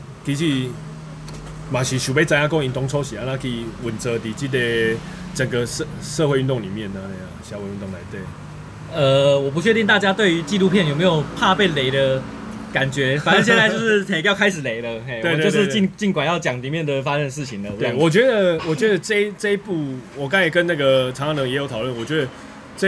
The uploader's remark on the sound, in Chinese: 錄音地點：牽咖啡 Chen Coffee。